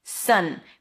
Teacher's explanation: It's an S sound, a cup, it's like a stressed schwa, and an N sound, sun.